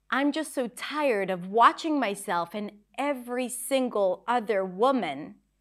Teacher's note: So sometimes when we want to emphasize something, we just separate the words. We don't use regular connected speech, and every word is somewhat stressed.